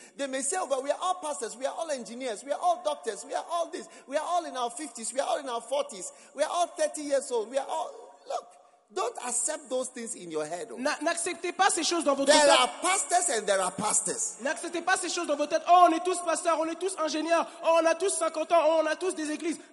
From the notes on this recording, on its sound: Preached at the Give Thyself Wholly pastors' conference in Mampong - Ghana.